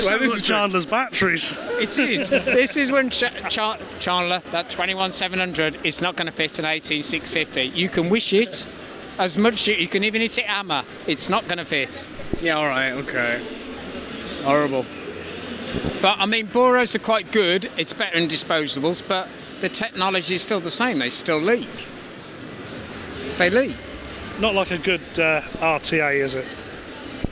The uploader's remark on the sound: A couple of field recordings from Expo 2022, live at the event.